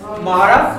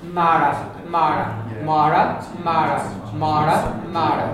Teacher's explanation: So the two M's are going to be different as well. You've got a broad M where the lips are rounded, Mara, and you have a slender M where the lips are spread apart.